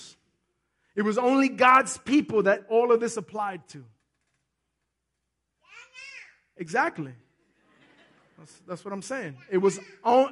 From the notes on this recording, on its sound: Recorded live on May 20, 2018 at The Sanctuary Fellowship, 1469 St. Peters Avenue, Bronx, NY.